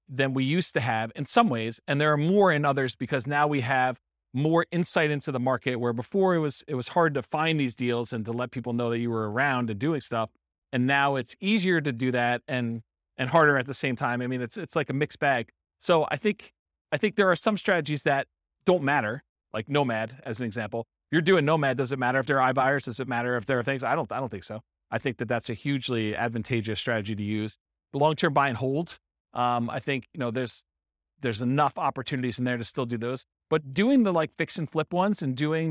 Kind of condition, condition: setting, live audience